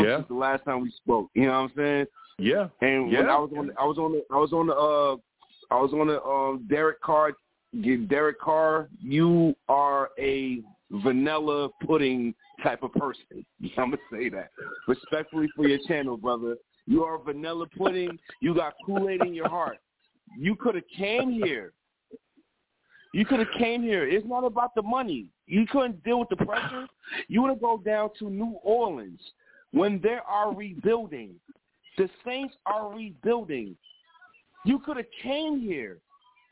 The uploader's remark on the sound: I take live callers!